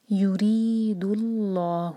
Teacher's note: Slide میں دیکھیں، پہلا اگزامپل ہے یورید اللہ. یوری ری مد تبعی دو حرکہ اور باریک ہوگا